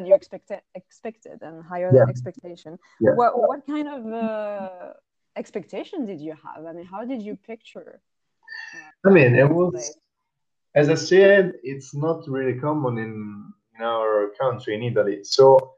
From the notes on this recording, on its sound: The sound quality is not as good as I would have wished but we had so many technical difficulties trying to record this talk I thin kthat is the best we will ever get.